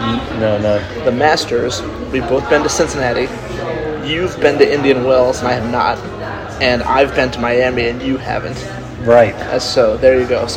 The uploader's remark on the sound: live from Dos Coffee and Wine